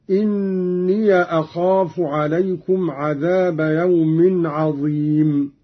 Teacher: قرأ قالون بفتح الياء من إني أخاف